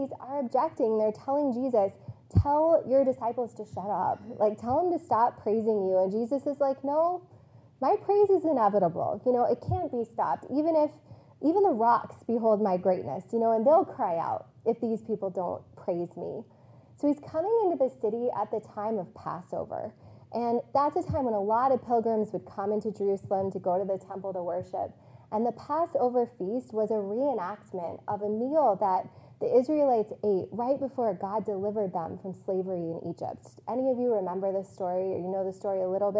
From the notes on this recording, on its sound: This message was preached on April 10, 2022, on Palm Sunday at CityChurch in Iowa City.